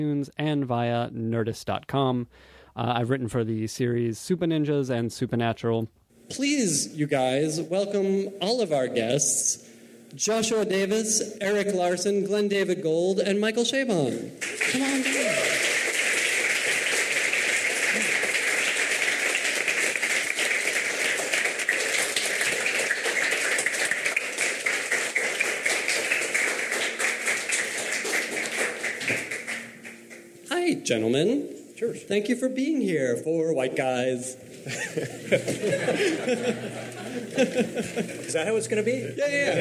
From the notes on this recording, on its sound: Live from San Francisco!